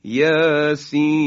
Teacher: یاسین که 6 حرکت میکشیم · Term: مد لازم